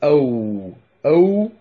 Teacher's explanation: إذن تقول أو تضمهما لكن لا تطبقهما